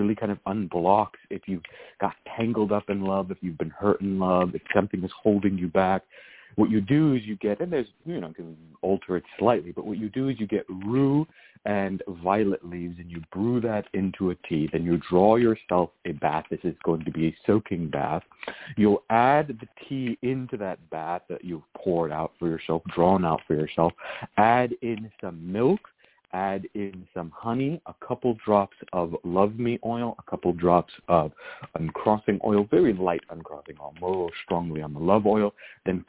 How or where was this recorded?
phone line